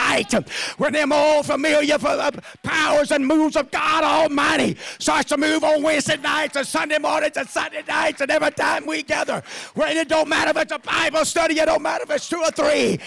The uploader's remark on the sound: At the First Jesus Name Church of Benndale.